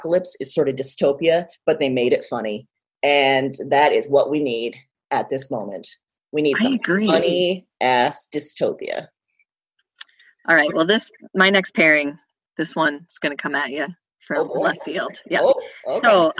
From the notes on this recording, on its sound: got on a Zoom call and recorded this special Quarantine edition of Broads and Books